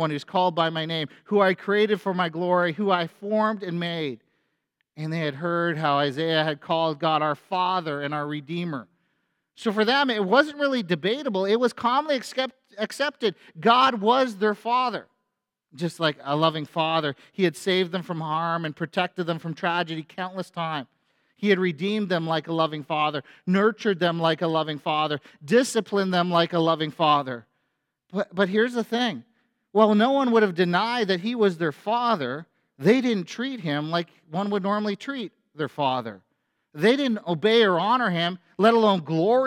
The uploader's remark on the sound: A sermon at FBC Church in Cobourg,.